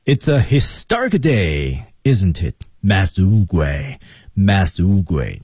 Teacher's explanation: 在突出 historic 音向上抬的过程中带着一种骄傲和自豪的心情